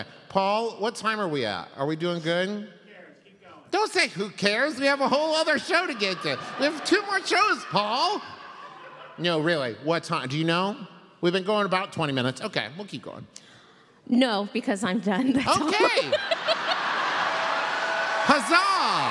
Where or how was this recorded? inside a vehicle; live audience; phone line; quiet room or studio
live audience